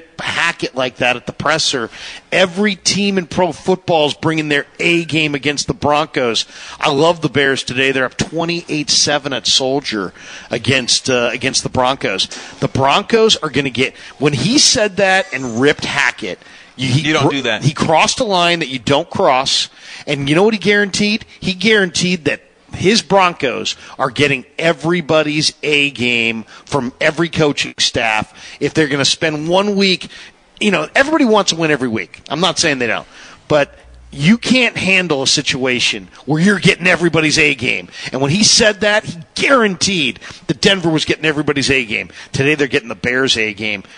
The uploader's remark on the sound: live from the Hilton Santa Clara